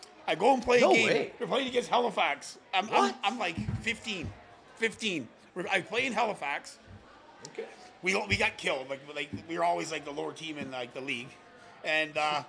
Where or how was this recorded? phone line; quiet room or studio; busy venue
busy venue